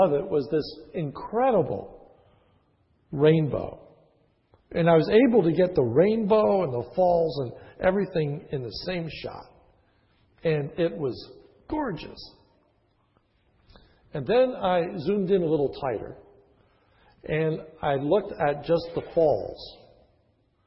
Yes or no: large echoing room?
yes